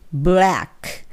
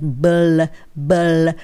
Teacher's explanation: あります。これはブラックじゃなくてくっつけるので、ブ、ブ、ブラック。ブ、ブ、ブラックになります。で、ここで気をつけないといけないのが、 B はブ、っていう破裂させる音とレっていう風に上の前歯の裏側にベロの先をつけて